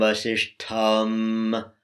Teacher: So this is both has to be turned back, the tongue has to be retroflex, turned back into the mouth, basish tum, and a little puff from the belly, from the low belly, puff of air, called maha prana